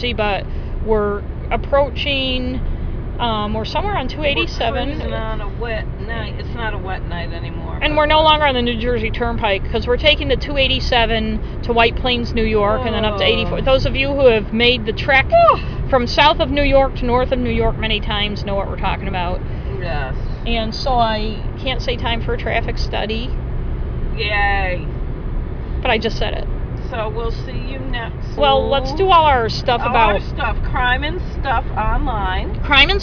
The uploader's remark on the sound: A special road trip episode as we talk in the car ride home from Washington DC.